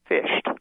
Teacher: Now, if your listeners will pronounce those words, climbed, past tense of climb, and the past tense of fish, fished, you will notice that in climbed, you're actually pronouncing a D at the end. But in fished, you've changed the D to a T sound.